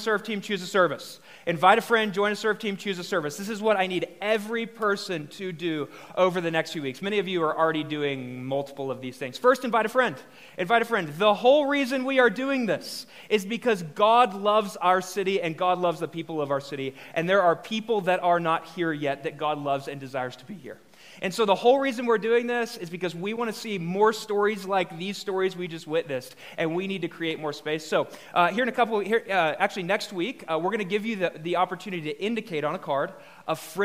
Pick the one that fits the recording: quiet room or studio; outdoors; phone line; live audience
live audience